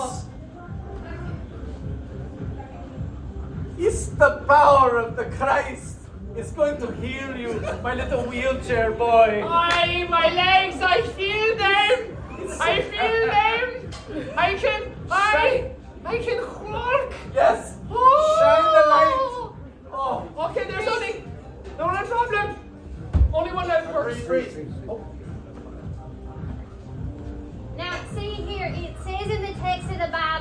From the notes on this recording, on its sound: My first live improv show since Covid, WITH FRIENDS!